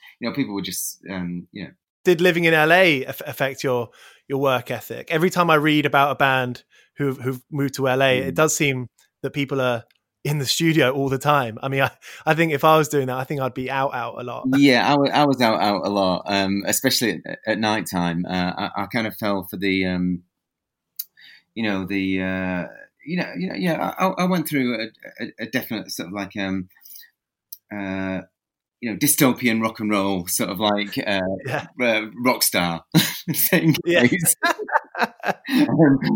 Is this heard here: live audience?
no